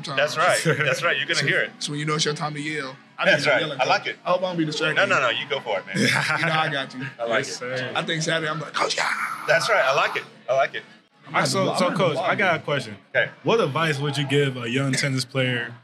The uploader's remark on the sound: With the whole tennis team attending the recording, there might be some other voices you hear chiming in. Recorded at Eskimo Joe's on Thursday, February 1, 2024.